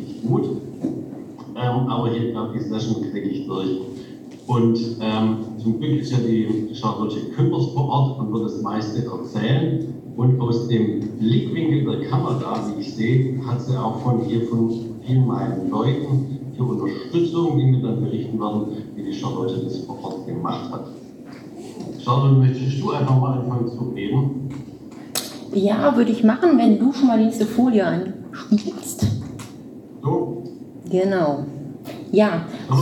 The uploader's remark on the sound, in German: Bei der diesjährigen Tagung der deutschen Gesellschaft für Pathologie. In Münster stattfand. In dieser Folge hört Ihr den Live-Mitschnitt von unserem Talk.